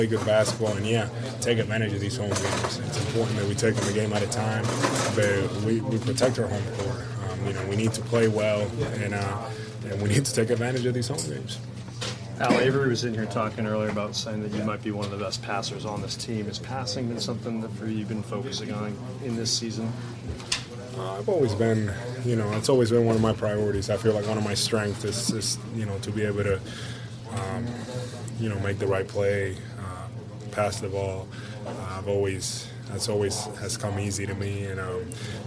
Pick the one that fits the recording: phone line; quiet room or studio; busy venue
busy venue